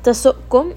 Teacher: hamza has jahar, so make sure it does have a little bit of that sharpness or a little bit of that jerkiness.